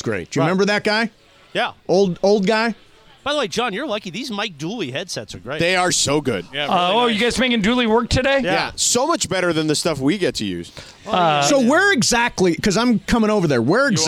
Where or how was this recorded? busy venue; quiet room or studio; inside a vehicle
busy venue